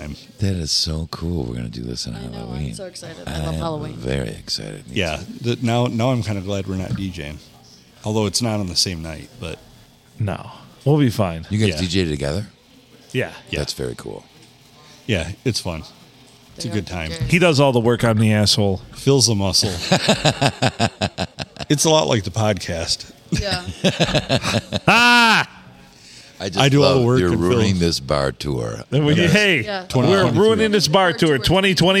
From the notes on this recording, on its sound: we record on a Monday night at the Blue in lovely Port Sanilac